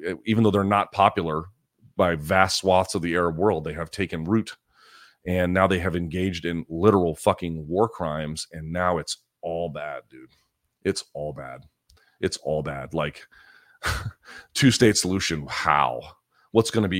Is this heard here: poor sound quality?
no